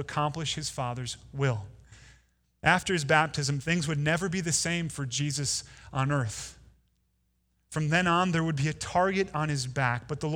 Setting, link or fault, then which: setting, large echoing room